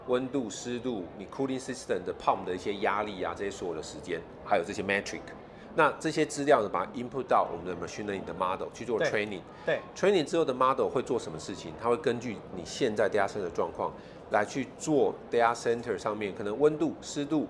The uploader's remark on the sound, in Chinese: 繼續把錄音室帶到AI EXPO Taiwan的展覽會場。在AI EXPO直播訪談現場。